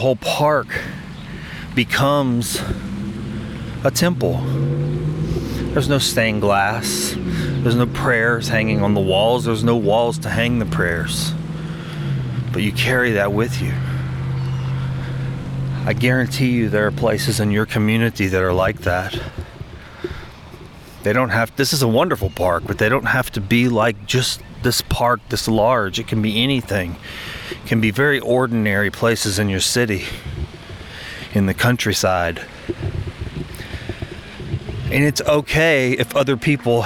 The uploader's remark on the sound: I invite you to walk with me through the Grove, a local walking park—which has become a bit of a personal sanctuary—situated admist the clatter of local traffic